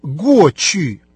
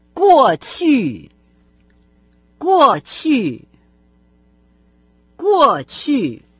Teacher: Раньше или в прошлом и сейчас, ныне. Раньше звучит по-китайски как «гочи», два четвертых тона.